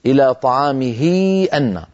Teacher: الهاء مكسورة بعدها همزة قطع، أشبعنا كسرة الهاء لأن الهاء وقعت بين متحركين والمتحرك الثاني همزة قطع، على رج إلى طعامه أن.